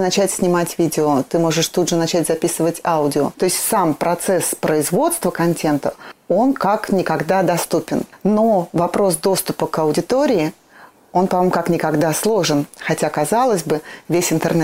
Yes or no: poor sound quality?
no